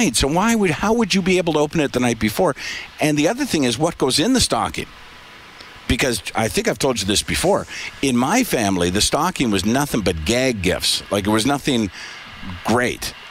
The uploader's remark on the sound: broadcast live from Santas Anonymous depot